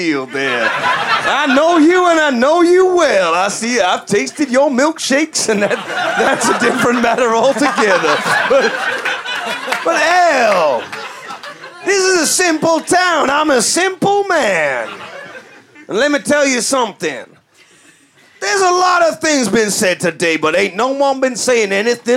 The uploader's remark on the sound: Recorded at the Pleasance during the Edinburgh Fringe 2012, this is a booze-fueled slice of chaos.